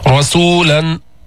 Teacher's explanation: فخمنا الراء لأنها مفتوحة